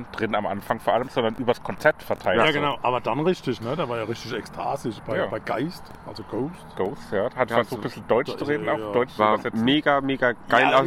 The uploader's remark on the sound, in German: Maifeld Derby Festival Tag 2. Unser Podcast sendet auch an Tag 2 Live vom Maifeld Derby Festival!